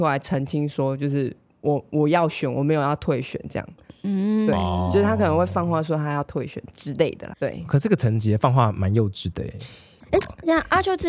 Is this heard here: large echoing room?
no